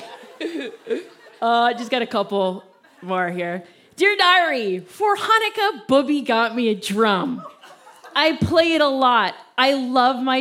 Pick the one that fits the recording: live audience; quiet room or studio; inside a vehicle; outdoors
live audience